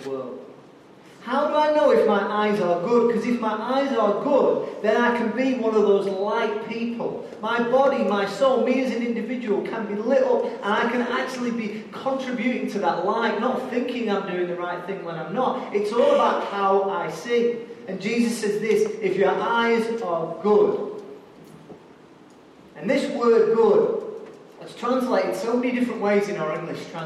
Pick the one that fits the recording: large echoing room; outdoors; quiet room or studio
large echoing room